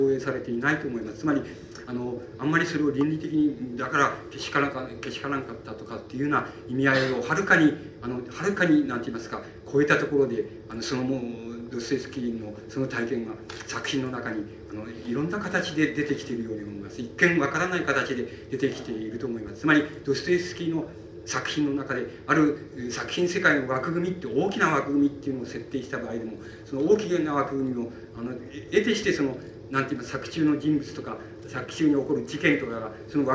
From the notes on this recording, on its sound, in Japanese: 主催：寺小屋教室 場所：新宿・紀伊國屋ホール。講演は連続シンポジウムの第一部。音質はあまりよくない。冒頭は録音者の手元ノイズのため 聞き取りづらい。